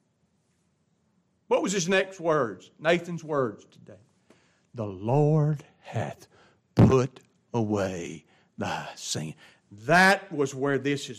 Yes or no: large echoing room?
yes